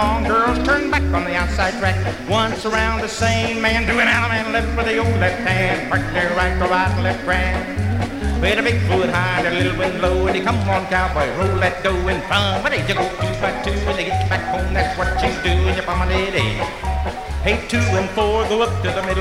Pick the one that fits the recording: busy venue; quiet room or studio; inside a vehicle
busy venue